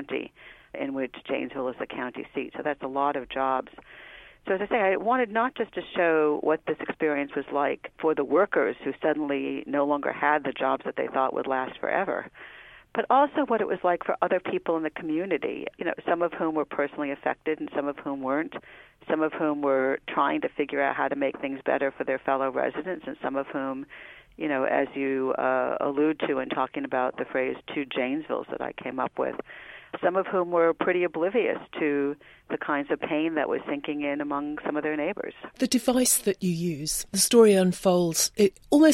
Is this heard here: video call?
no